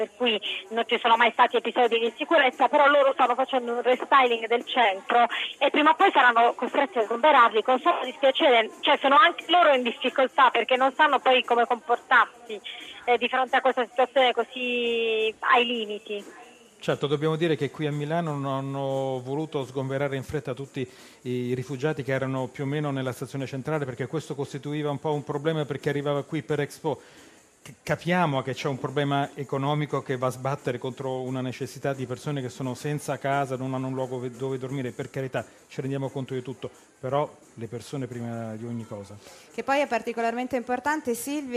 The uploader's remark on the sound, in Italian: In diretta da Expo 2015.